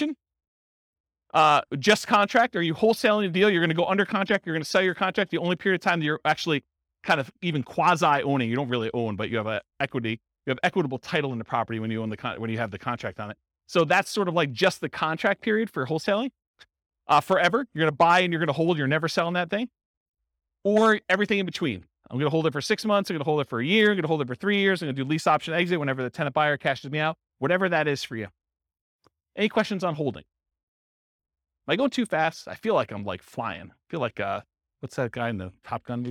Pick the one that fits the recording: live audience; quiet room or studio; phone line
live audience